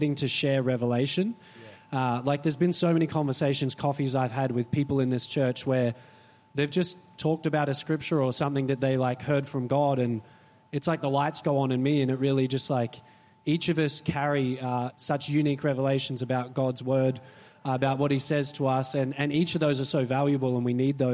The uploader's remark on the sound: This was recorded in our 5am service on the 27th of November, 2022